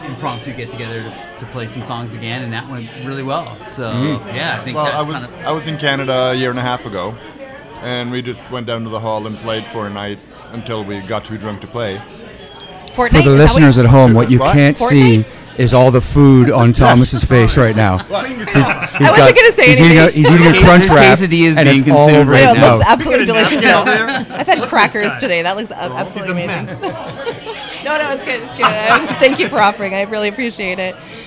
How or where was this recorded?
busy venue